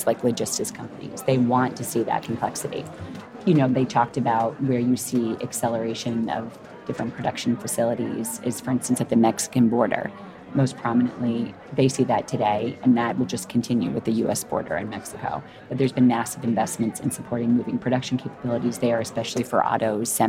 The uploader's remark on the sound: live from the floor of our 20th Pan-European Strategic Decisions Conference